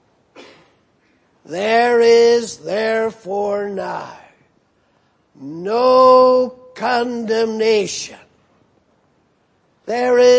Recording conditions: large echoing room